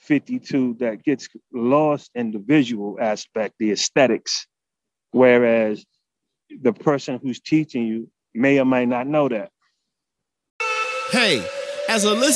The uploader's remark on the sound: speaks by phone